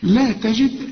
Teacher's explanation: كل الكلمة مرققة، واذا وقفت على الدال قلقلها